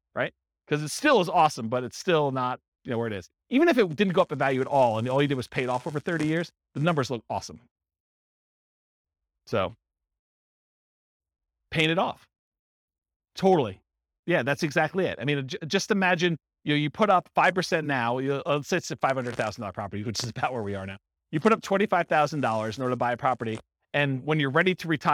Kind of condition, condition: setting, live audience